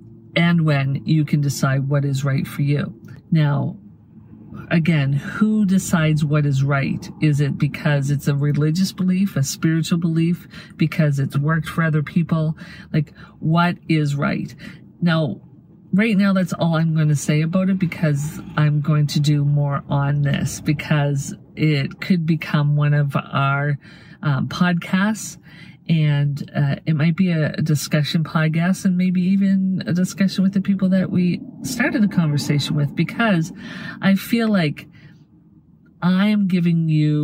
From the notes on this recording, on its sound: These are vehicle videos so there will be some sound in the background. Vehicle Videos(VV) are unscripted, unedited, focused videos in our vehicles ! The audio is from within a vehicle.